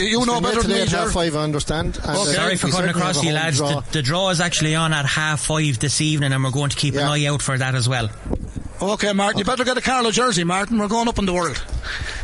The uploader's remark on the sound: We were in the stands in Laois Hire O'Moore Park, Portlaoise. Live on air, online, and in the KCLR app.